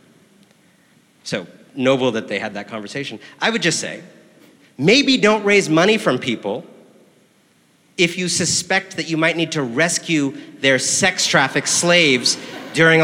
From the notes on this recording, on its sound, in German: live beim House of Beautiful Business in Lissabon, Portugal